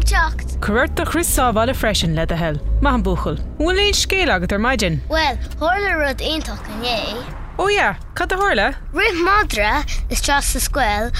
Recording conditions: inside a vehicle